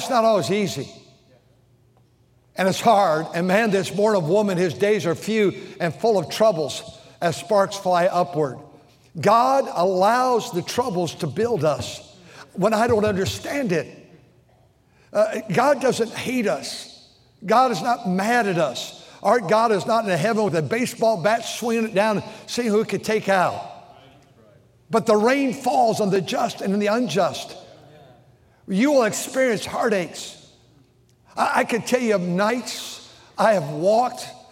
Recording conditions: large echoing room